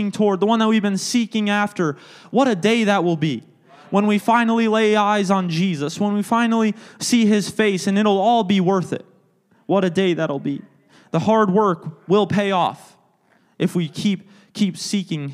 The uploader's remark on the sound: a service recording from Connect Point UPC!